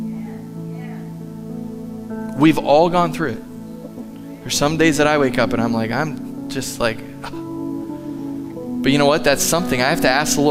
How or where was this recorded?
large echoing room